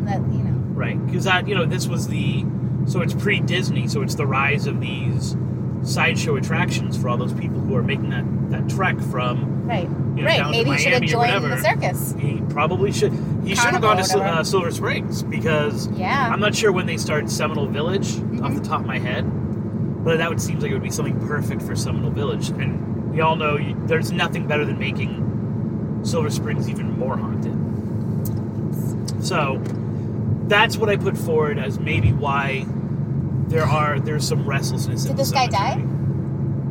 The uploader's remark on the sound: Hit the road on a somewhat spontaneous journey to the Boca Raton cemetery. It’s an “on the road” episode filled with background noise.